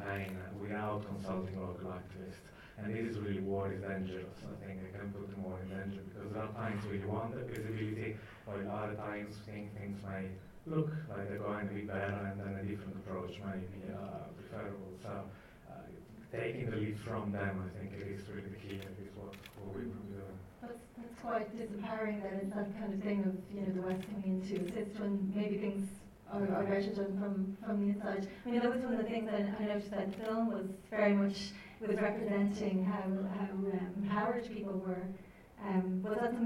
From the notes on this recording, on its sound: Recorded at the Light House Cinema, 3rd July 2012